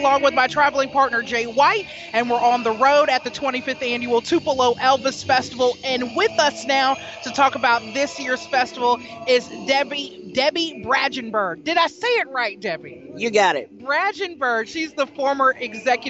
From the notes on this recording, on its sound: Today we’re On The Road live from the 25th Annual Tupelo Elvis Festival at Cadence Bank Arena in Downtown Tupelo!